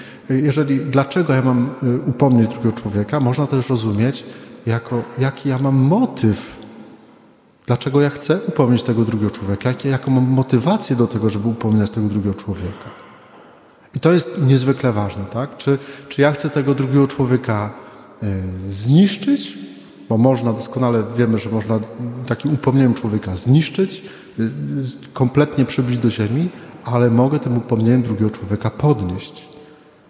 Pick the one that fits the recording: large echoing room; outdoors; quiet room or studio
large echoing room